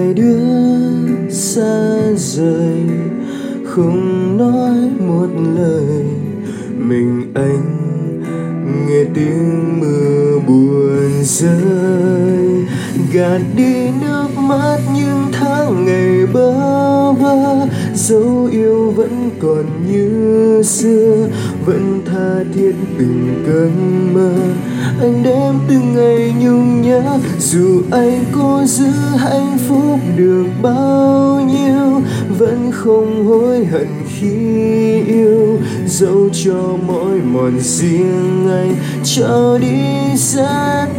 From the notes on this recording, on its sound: Recorded by my mobile phone